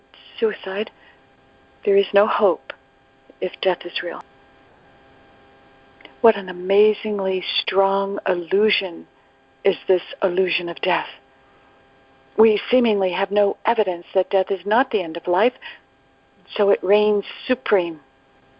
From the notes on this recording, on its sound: ACIM Daily Conference Call